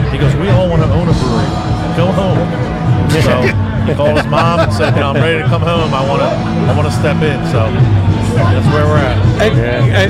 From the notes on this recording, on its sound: LIVE at Blue Point Cask Fest 2023. South Shore, Lithology, Spider Bite, Ghost, Barrage, Bucket Brigade and the LIBME home-brew clubs sit and chat about their best memories from this annual festival now in its 20th year!